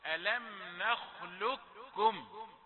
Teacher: بإدغام القاف في الكاف كأنها كاف مشددة · Term: ادغام كامل